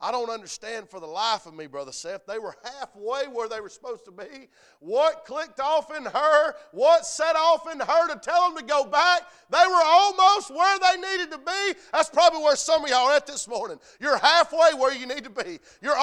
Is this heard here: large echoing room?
yes